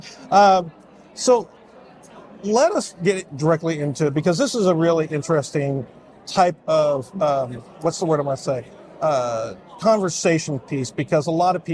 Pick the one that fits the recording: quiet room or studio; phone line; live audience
live audience